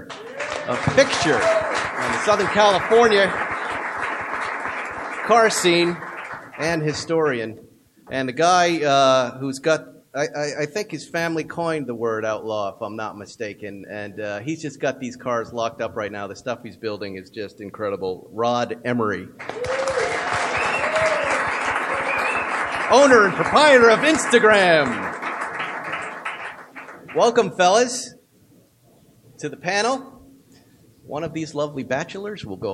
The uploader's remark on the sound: Outlaw Porsche Panel at the Petersen Automotive Museum in Los Angeles.